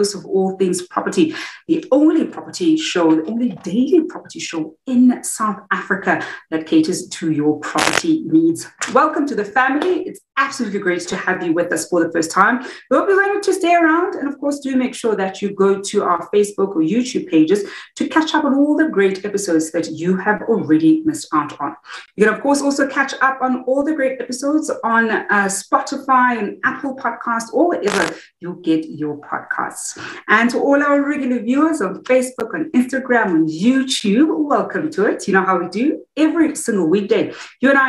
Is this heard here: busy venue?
no